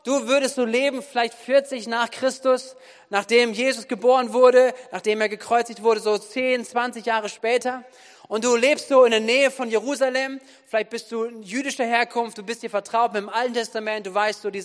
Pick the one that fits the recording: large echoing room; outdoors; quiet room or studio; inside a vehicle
large echoing room